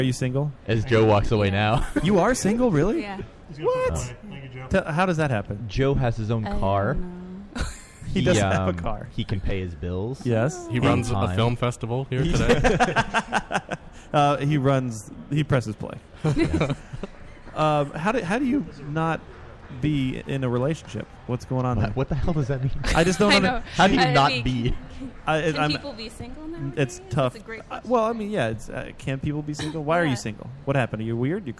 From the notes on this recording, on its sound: We broadcast live from TerrorCon Rhode Island!